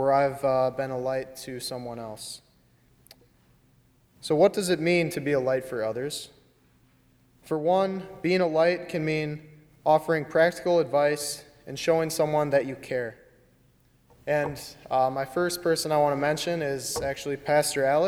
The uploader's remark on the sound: during the 10:30 AM Finding Grace service on Sunday February 23, 2020 as part of Youth Sunday, at First Presbyterian Church of Arlington Heights, Illinois